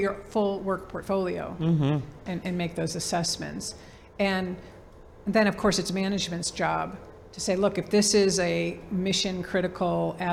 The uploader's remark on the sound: This conversation was recording in front of a live audience